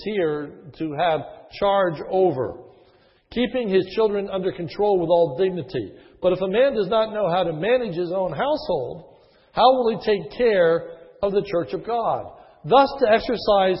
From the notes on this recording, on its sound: This is a sermon recorded at the Lebanon Bible Fellowship Church, in Lebanon, PA, on 9/4/2011 during the morning service. Was given on the occasion of installing a new Elder.